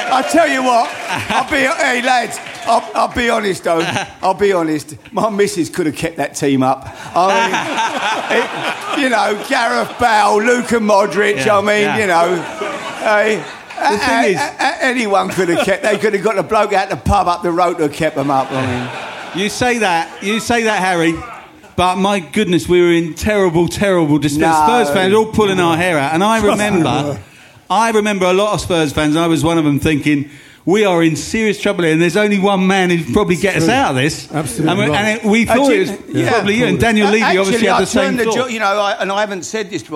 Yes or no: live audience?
yes